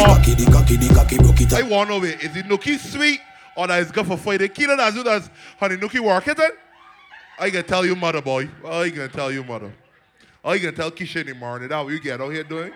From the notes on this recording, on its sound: LIVE AUDIO. Live at Mad & Bad - Sound Check.